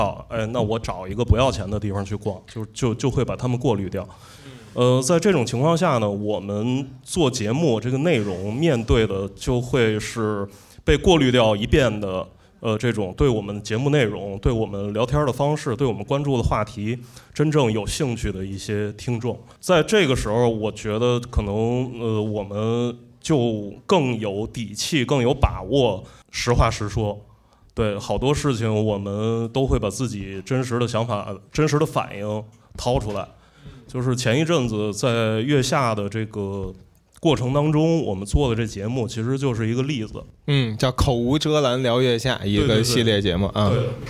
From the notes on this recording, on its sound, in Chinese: 我们在北京举办了 音乐·聚我们——首届「播客松」+西海之声7周年聚会 活动。经过修整剪辑过的现场录音内容。现场录音设备协力品牌：Focusrite、RODE 麦克风。